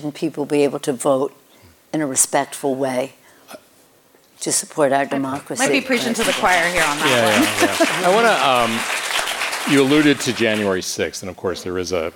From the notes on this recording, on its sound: On stage at KQED Live. (at KQED Live). On stage at KQED Live.